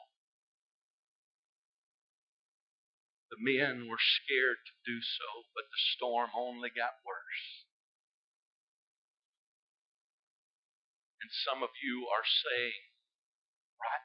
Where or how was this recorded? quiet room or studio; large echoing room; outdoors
large echoing room